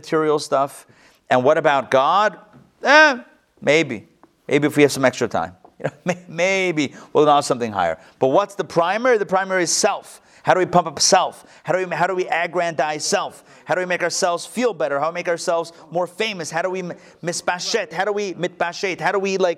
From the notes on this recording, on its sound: Recorded live at the Intown Jewish Academy on December 22, 2021